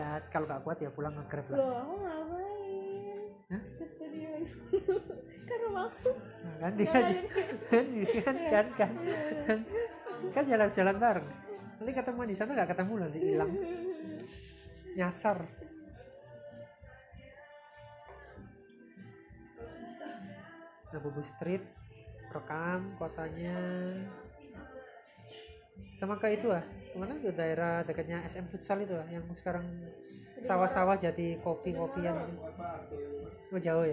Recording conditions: background noise